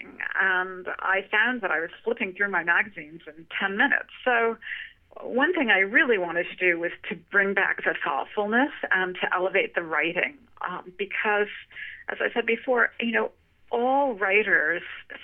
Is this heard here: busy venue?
no